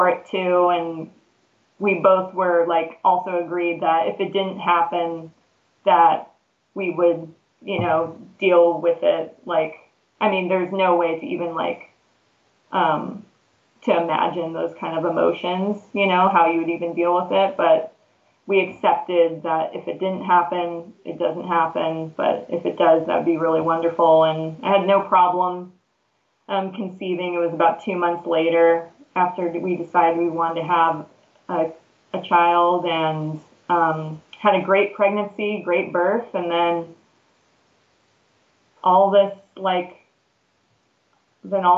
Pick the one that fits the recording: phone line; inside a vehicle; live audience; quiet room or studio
phone line